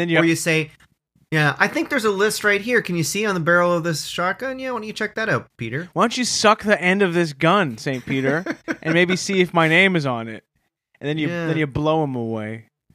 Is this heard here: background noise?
no